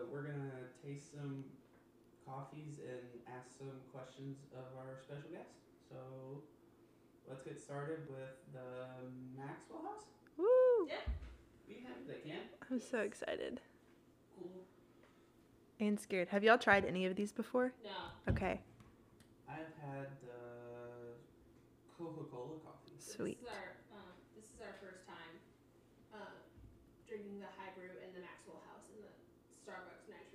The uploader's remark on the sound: Our audio is not the best on this episode and that is because we lost our mic near the start of the episode but did not catch it until after the episode!